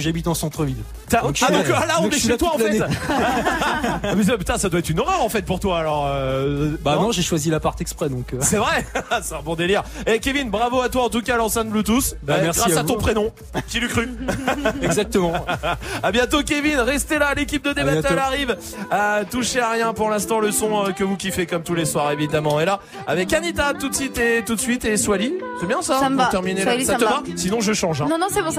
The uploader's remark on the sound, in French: Snap'n'Mix était en direct du Printemps de Bourges